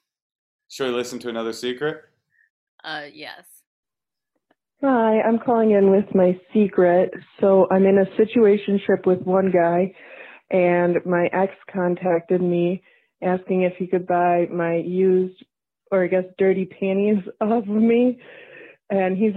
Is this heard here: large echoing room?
no